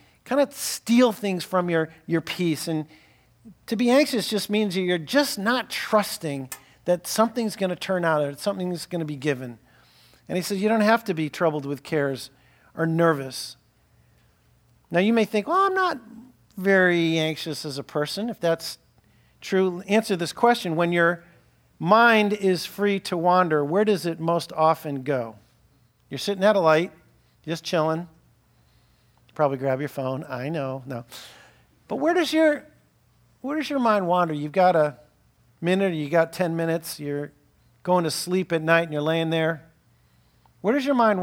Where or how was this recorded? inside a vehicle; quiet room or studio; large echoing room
large echoing room